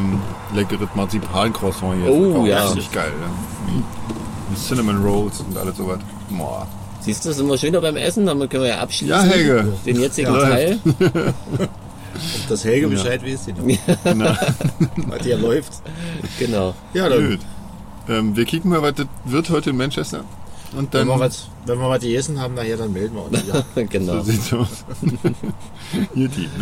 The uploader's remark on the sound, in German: UK Tour Special. Wir bitten, die teils schlechte Soundqualität zu entschuldigen. Da die oft sehr heftigen Hintergrundgeräusche weggefiltert werden mussten, klingen auch die Stimmen manchmal nicht so dolle.